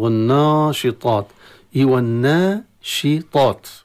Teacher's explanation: والناشطات نراعي الترقيق في النا، ولكن قد يسبق التفخيم في اللسان لأجل الطاء، والناشطات كما يفعل البعض، والناشطات والناشطات، وإن كان بين النون والألف إلى الطاء في حرف فاصل غير الألف.